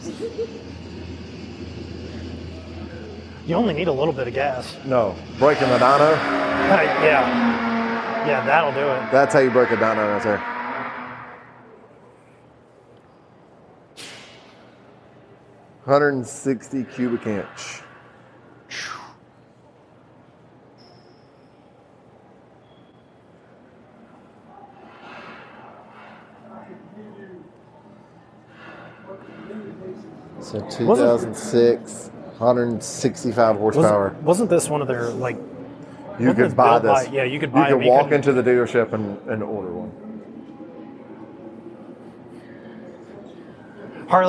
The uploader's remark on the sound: Live from Barber Motorsports Museum